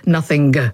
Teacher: all that's left of g is that little k at the end.